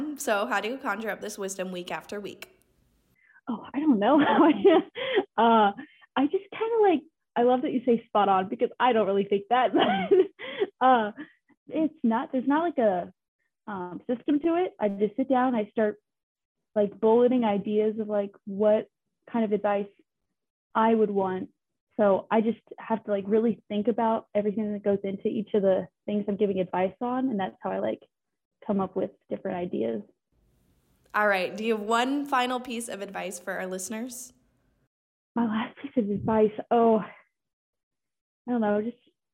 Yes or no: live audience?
no